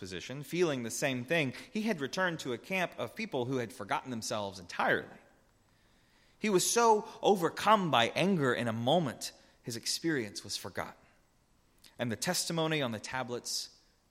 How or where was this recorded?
large echoing room